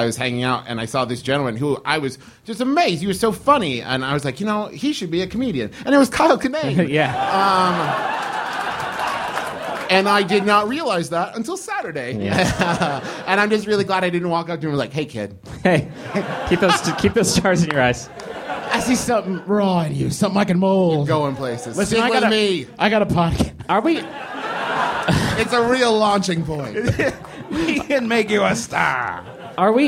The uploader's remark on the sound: Live, from MaxFunCon